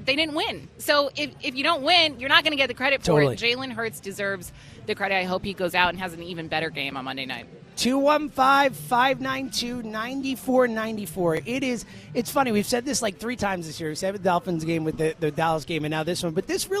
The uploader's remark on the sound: live at Parx Casino